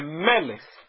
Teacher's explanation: O acento não está no lamed. O acento está no mem. · Term: paroxítona